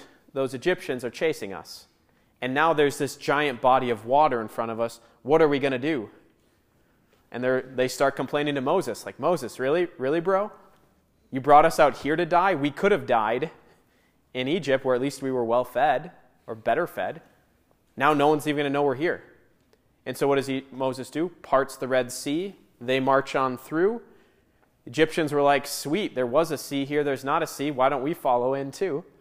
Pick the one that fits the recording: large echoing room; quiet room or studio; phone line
large echoing room